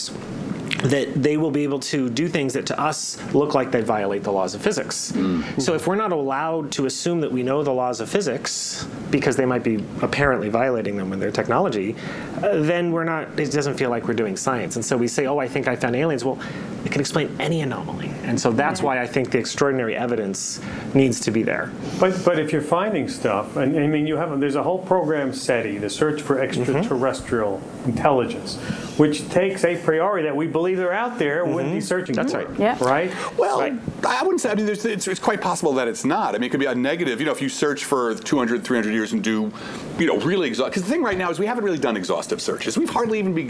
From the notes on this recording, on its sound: this podcast features audio from the fifth event in our series, The Physics of Everything.